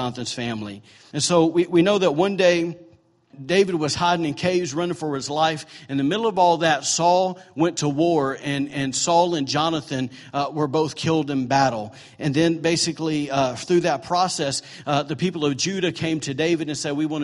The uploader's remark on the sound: was recorded on Sunday, December 10, 2017, during morning service at Celebration Life Family Church.